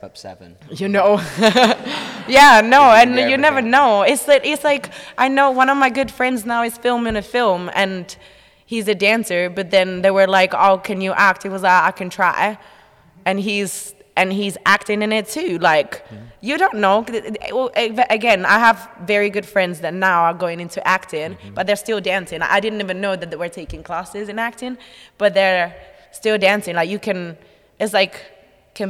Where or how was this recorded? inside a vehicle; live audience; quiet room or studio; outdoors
live audience